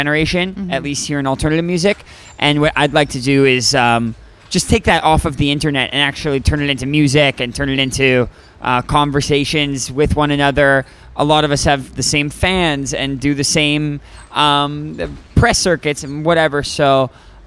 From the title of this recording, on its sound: backstage at Okeechobee fest!